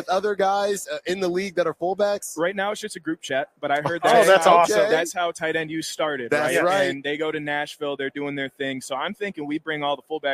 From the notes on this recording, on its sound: LIVE FROM RADIO ROW IN LAS VEGAS!